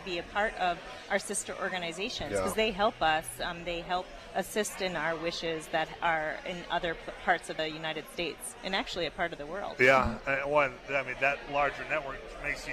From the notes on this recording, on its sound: live at Dakota Medical Foundation for Giving Hearts Day 2024